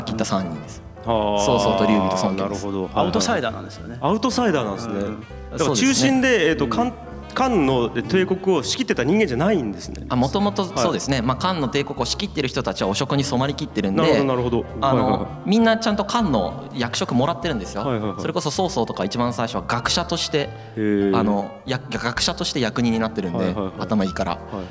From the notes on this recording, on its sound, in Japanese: 今回はコテンラジオ初！の公開収録よりお送り致します！